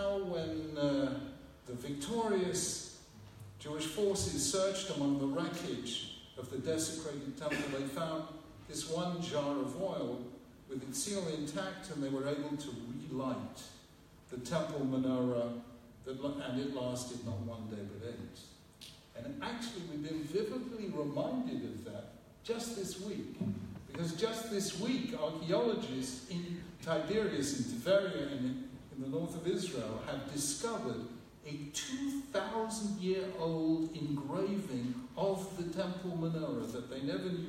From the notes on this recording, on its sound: gave to students at the Hasmonean High School for Boys' in London, UK on 13th December 2017